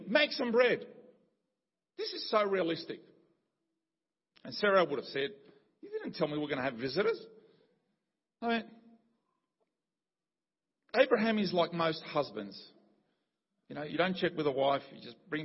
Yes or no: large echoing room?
yes